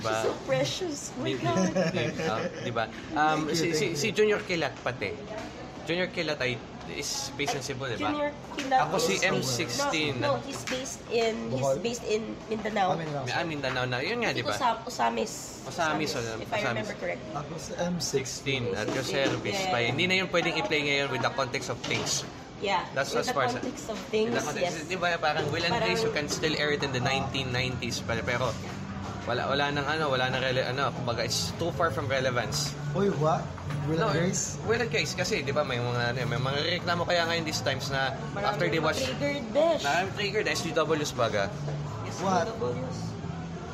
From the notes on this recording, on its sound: Just an hour after Otakufest 2019 has ended. Recorded from Jollibee at Super Metro Besak.